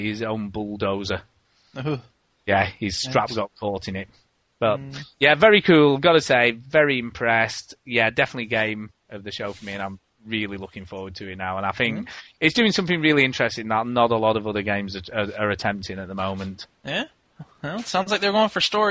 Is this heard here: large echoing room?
no